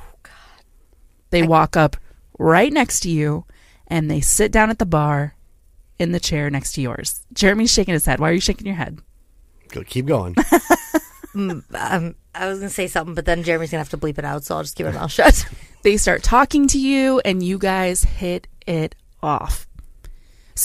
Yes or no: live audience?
no